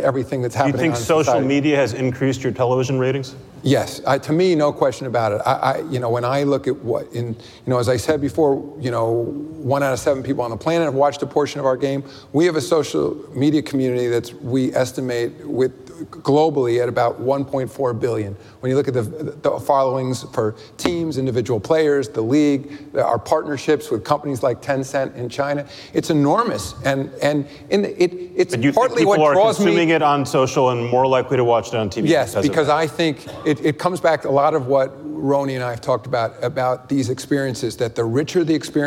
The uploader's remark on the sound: Live at Code Media 2018